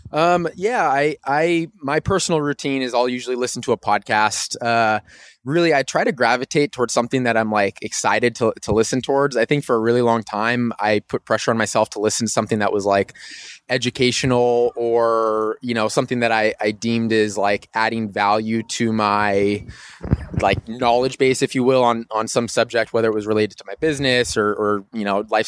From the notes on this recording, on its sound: We recorded this on the sidewalk outside the gym today so please excuse any minor background noise.